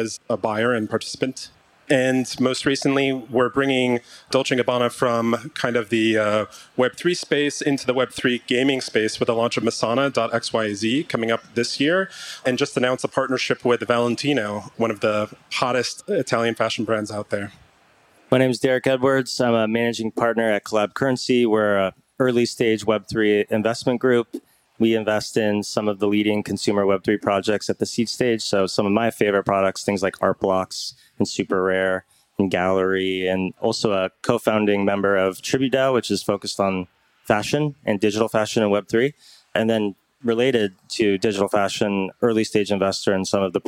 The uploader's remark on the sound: This conversation was previously recorded at Consensus this past year in Austin, TX. On the Consensus stage.